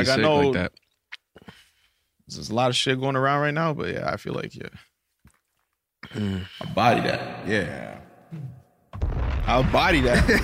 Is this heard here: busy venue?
no